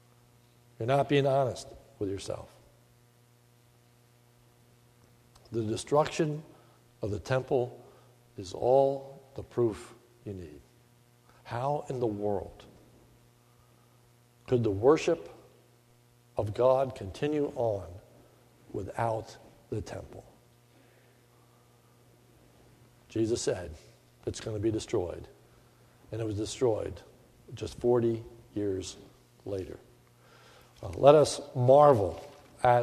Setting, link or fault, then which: setting, large echoing room